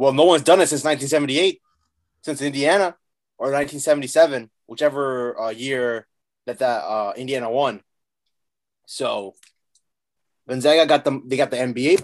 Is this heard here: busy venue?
no